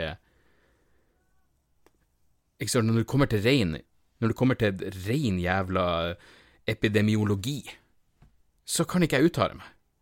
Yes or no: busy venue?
no